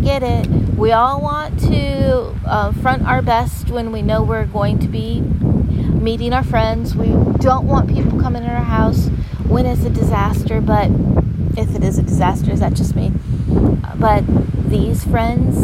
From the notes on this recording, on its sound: Live from the windy Gulf Shore of swfl today (I apologize for the disturbing wind sound; I won’t podcast from there again!).